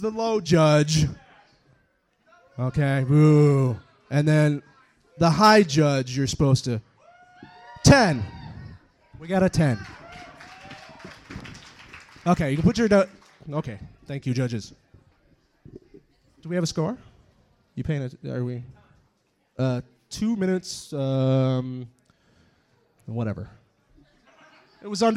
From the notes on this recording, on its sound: It’s the 3 rd annual Kzoo Poetry Slam Finals, but it’s the first year we had the equipment to record it. It’s the 3 rd annual Kzoo Poetry Slam Finals, but it’s the first year we had the equipment to record it.